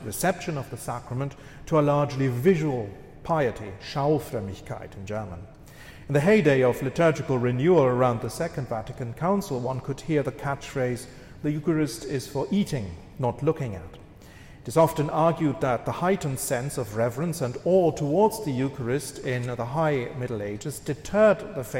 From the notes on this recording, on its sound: This lecture was given on September 18th, 2023, at the Thomistic Institute at the Dominican House of Studies.